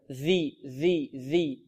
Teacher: الذال تخرج من طرف اللسان مع أطراف الثنايا العليا